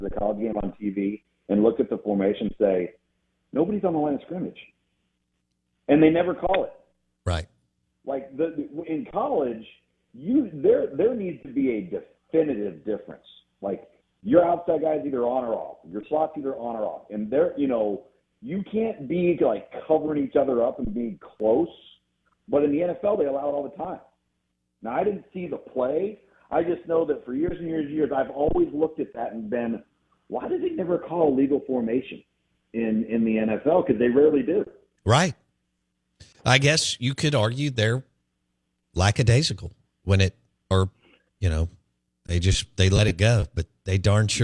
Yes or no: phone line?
yes